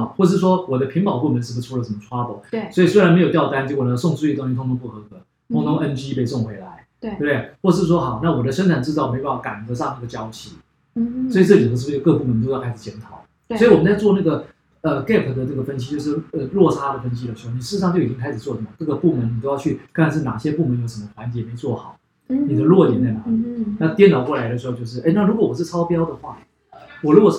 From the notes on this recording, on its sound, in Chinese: 這集錄音沒有設定好,但是有太多的精華又捨不得刪除,音質不太好,請大家見諒